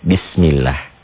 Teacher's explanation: Kalau sebelum lafadz Allah baris atas, menjadi tebalah dia bunyi O. Kalau sebelum lafadz Allah baris bawah, menjadi tipis.